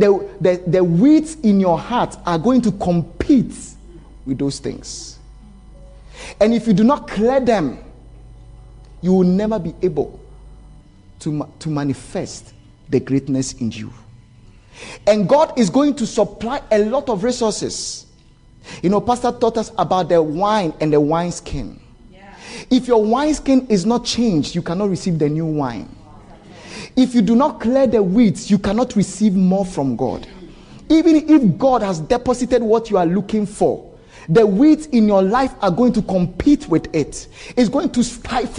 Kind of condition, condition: setting, live audience